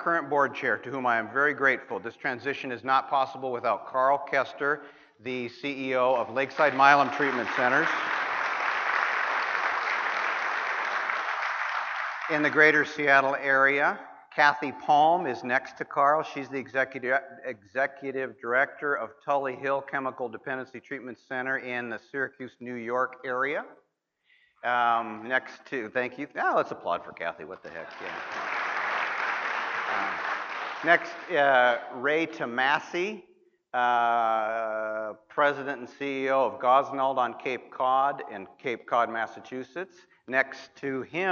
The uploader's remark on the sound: Opening remarks at the 39th Annual Leadership Conference of the National Association of Addiction Treatment Providers at Barton Resort in Austin, Texas.